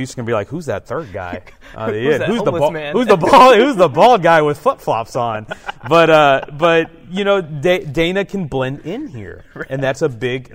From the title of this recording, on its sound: Live from THSCA Coaching School